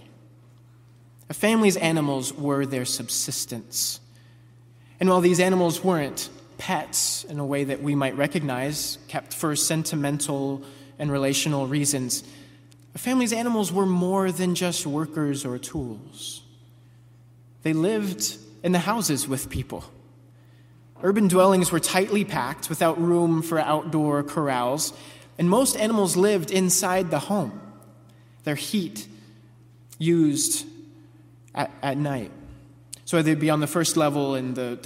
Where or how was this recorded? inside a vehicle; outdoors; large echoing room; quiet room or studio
large echoing room